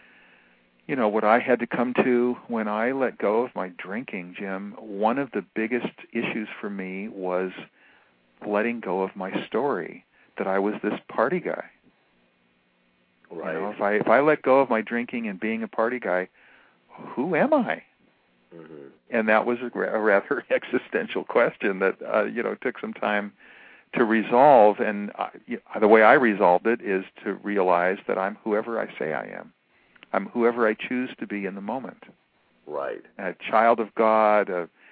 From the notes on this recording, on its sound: Callers with questions or comments are encouraged to call in live, or in the chat room halfway through the show.